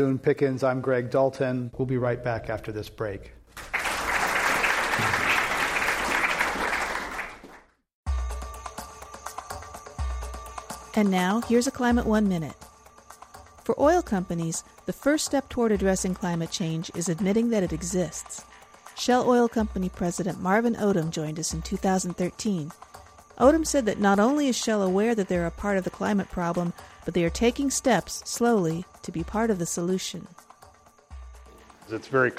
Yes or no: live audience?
yes